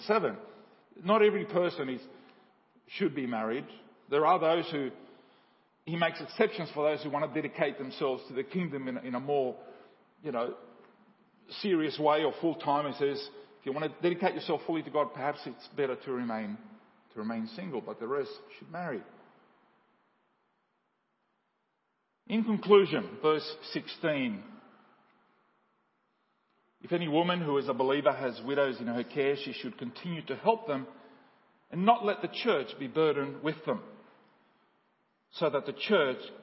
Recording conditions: large echoing room